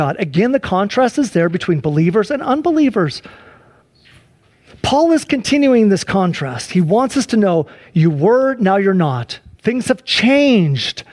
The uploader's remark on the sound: Please enjoy this Sunday church service livestream